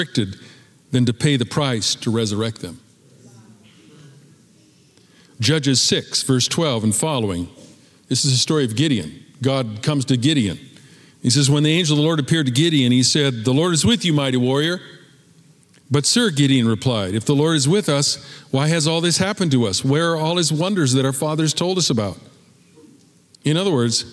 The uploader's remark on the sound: Recorded at Capital Church in Meridian, Idaho